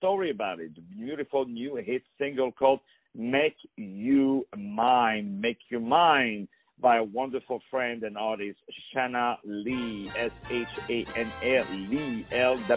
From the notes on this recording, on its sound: On the phone